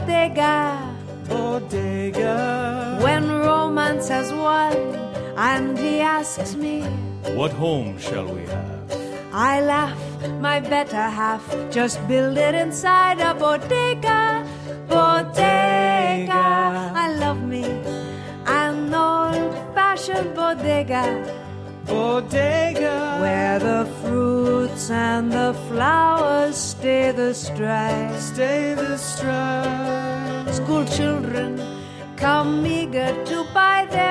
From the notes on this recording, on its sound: The show we recorded at Central Park's SummerStage was so jam-packed, we couldn't include everything in the radio show.